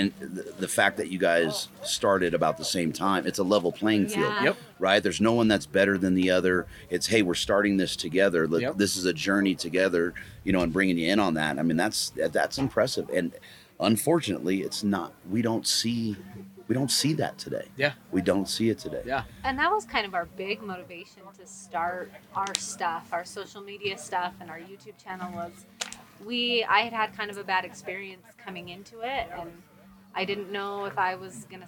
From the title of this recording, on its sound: Mountain Archery Fest Live episode